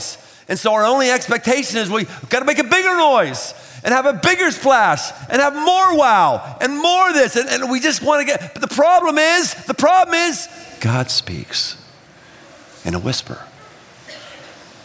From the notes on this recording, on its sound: Live at The Big Night. 3,000+ teenagers, gathered from three states.